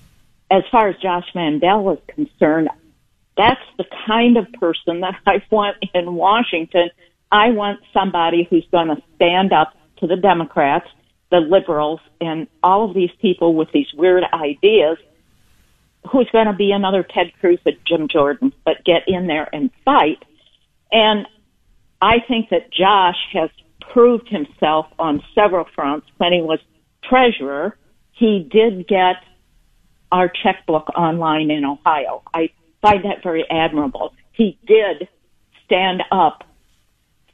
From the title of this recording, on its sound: Free for All Friday with Your Phone Calls